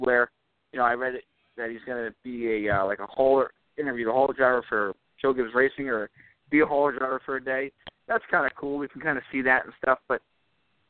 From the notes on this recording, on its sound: we'll take some phone calls!